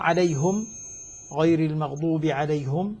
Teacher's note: عند الإمام حمزة من كلا الروايتين عنه من خلف وخلاد، بضم الهاء في حالة الوقف والوصل، في حالة الوقف والوصل.